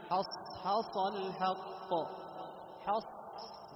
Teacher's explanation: تجد النفس يخرج والهواء يخرج معناه أن الصاد من حروف إيش الهمس